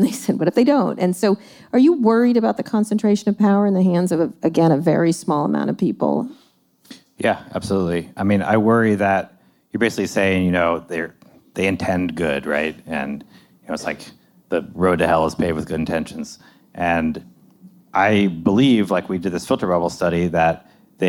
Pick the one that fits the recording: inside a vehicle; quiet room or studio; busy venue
busy venue